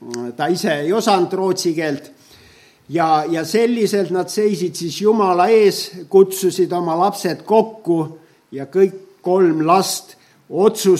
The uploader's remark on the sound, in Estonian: Audio salvestus koosolekult